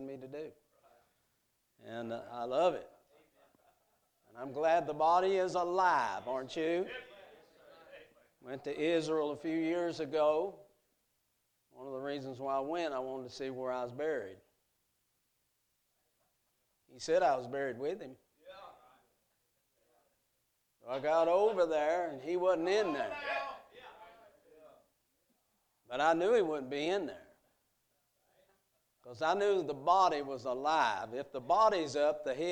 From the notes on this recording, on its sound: A message preached at Crossroads Baptist Church Youth Meeting on Friday night